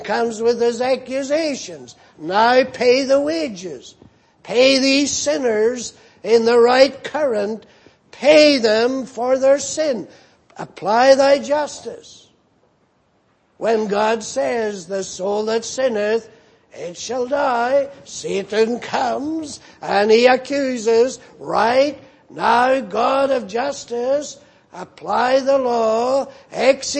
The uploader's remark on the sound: Preached in Grafton. At the Lord's Day Morning service on 25th November, 2018.